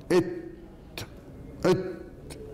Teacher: ده صوت شديد بيحبس النفس، يحبس النفس